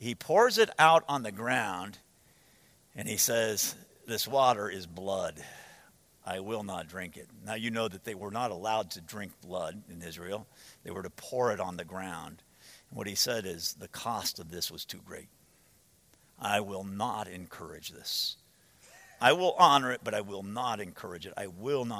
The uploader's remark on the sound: From the 2015 Clearnote Pastors Conference.